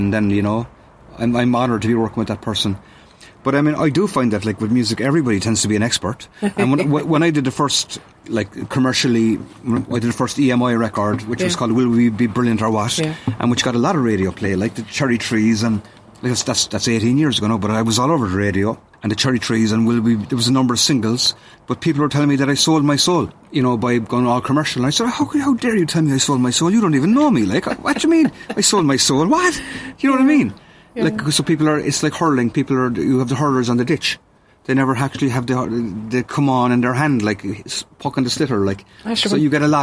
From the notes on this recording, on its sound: We can't record guests in studio at the moment. Inviting guests to their back garden!